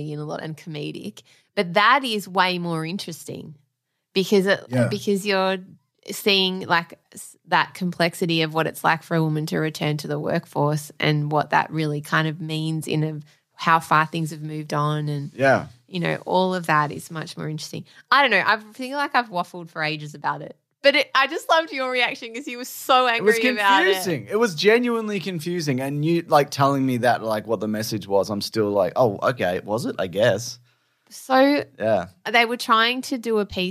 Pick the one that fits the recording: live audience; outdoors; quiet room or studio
quiet room or studio